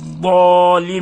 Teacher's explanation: تظهر الاستطالة وتخرجها من حافة اللسان مع ما يليها من الأضراس العليا